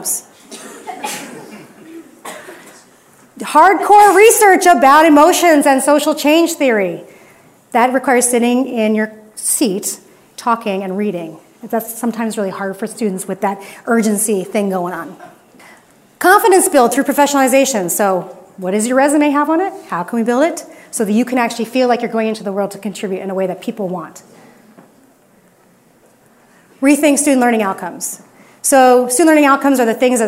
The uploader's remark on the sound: a standing-room only audience at the Plaza View Room in Arcata, California